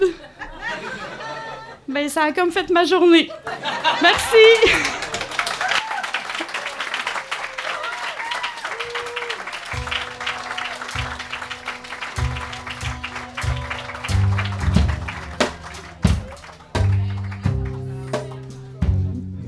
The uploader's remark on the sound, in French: L'Association des auteurs et auteures de l'Outaouais (aaao.ca) et le Salon du livre de l'Outaouais (slo.qc.ca) ont uni leurs forces pour proposer une édition spéciale de l'Araignée du soir. Enregistrée sur la scène du Troquet en collaboration avec le Salon du livre de l'Outaouais.